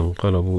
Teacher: ഇൻഖലബു നൂൻ സാക്കിനു ശേഷം ഖാഫാണ്, ഗുന്നത്തോടു കൂടി ഇഖ്ഫാ.